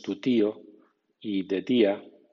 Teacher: En español ambos son dentales. Cuando en español decimos tu tío y de tía, tocamos los dientes con la lengua.